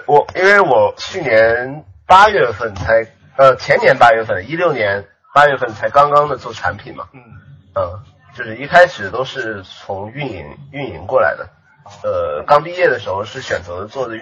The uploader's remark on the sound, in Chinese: 这期音质很差，请注意了。